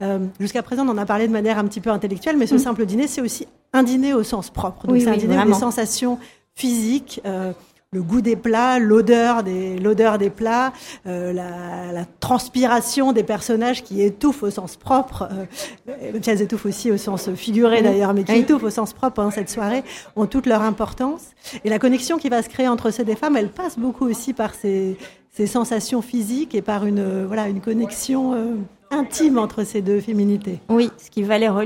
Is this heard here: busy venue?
yes